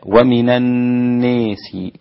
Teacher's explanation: ومن الناس بالإمالة عند الدوري أبي عمرو ستكون هكذا، ومن الناس، وانفرد بها الدوري عن أبي عمرو في الناس المجرورة يعني المكسورة فقط مش المفتوحة ولا المضمومة.